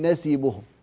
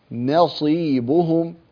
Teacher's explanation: النون مرققة والصاد مفخمة، فلا نجعل النون تفخم بسبب الصاد ولا نرقق الصاد بسبب النون · Shown in: second take · يعني مرة نقول نصيبهم ومرة نقول نسيبهم، لا هذا خطأ. · Term: تخليص التفخيم والترقيق